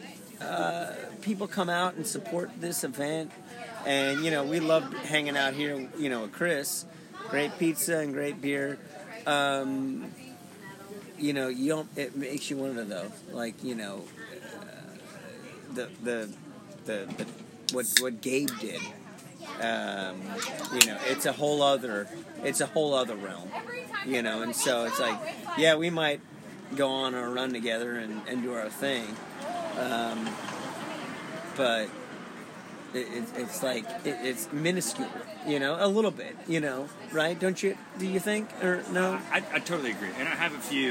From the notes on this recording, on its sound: On location from South Coast Pizza after the Hal Canfield Mile